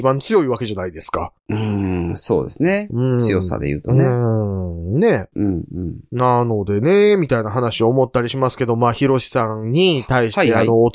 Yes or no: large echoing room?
no